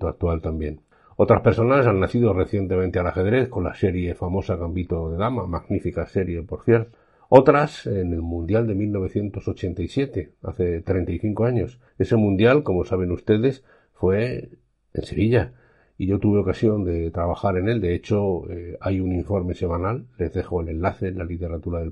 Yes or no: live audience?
no